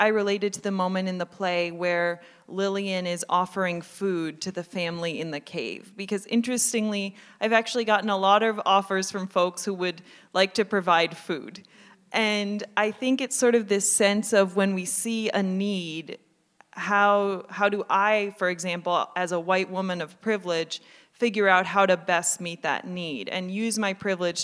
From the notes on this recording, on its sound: We hosted the latest installment of World of the Play: Los Otros, a panel discussion that took place last Saturday at Everyman Theatre.